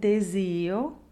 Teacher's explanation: the I is actually the stressed vowel and needs to be longer than the O that follows it